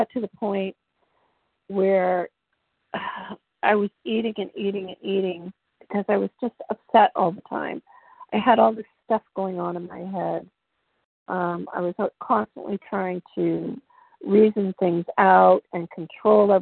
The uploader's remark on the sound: 100 Pounders Phone Meeting, 11/15/23.